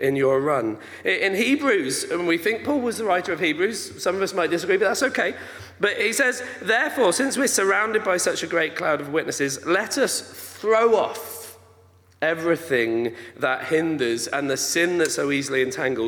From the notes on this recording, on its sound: This message was recorded during a Sunday morning gathering.